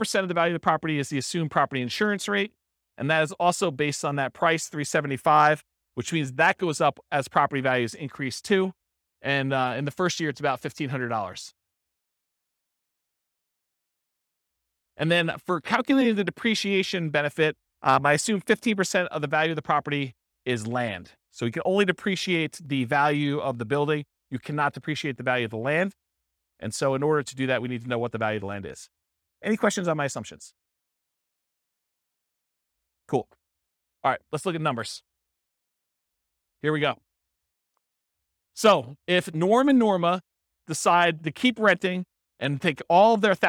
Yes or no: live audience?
yes